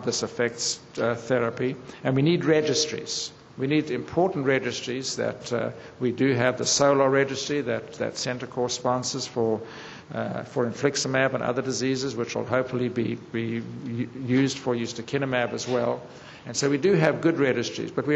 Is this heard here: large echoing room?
yes